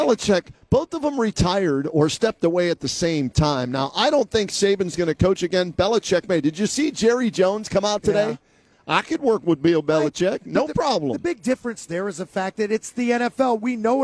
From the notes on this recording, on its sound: Gets underway live from Rocket Mortgage Fieldhouse ahead of tonight’s Cavaliers game against the Detroit Pistons.